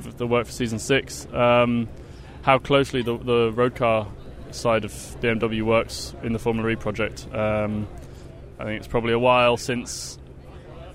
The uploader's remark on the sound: Conversations from last weekend's Goodwood Festival of Speed, captured by DailySportsCar.